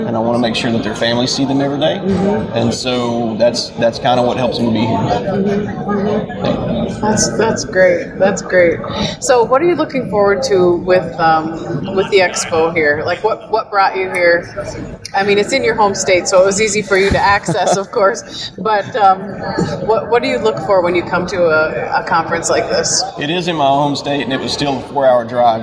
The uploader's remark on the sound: joins us live on the floor of the NSC